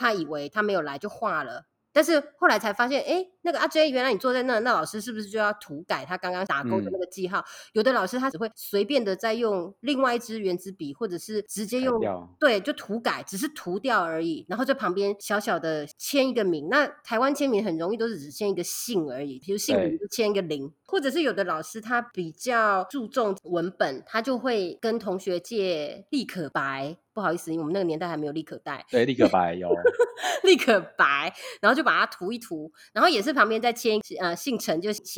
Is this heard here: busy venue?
no